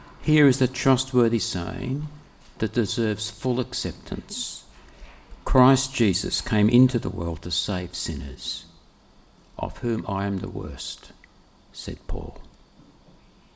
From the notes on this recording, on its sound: preached on the 11th of February 2024 at all services of Helensburgh and Stanwell Park Anglican Church